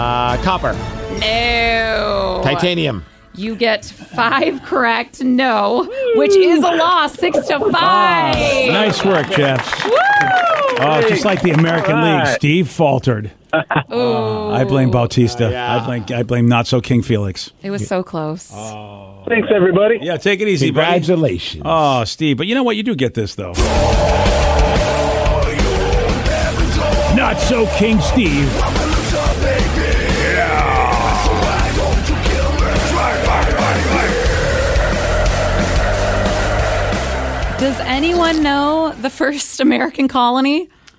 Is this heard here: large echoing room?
no